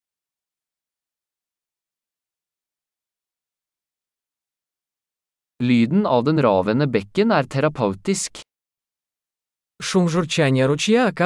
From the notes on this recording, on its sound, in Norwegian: Stien som slynger seg gjennom skogen er et eventyr. Er det ikke herlig å se disse ekornene løpe? Lyden av den ravende bekken er terapeutisk.